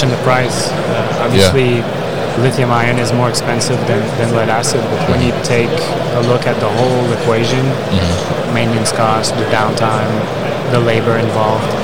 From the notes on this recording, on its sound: UgoWork at MODEX 2022